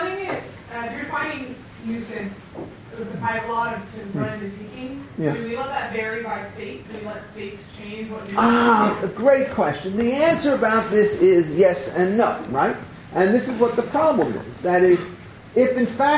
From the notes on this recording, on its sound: Recorded April 22, 2015, as part of the Chicago’s Best Ideas lecture series.